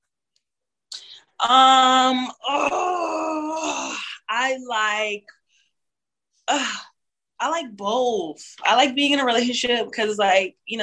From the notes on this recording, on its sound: zoom interview